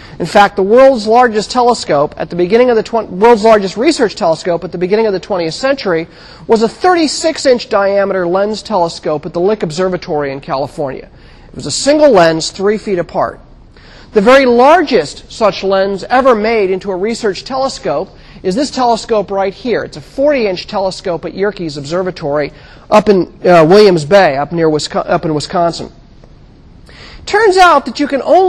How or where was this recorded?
large echoing room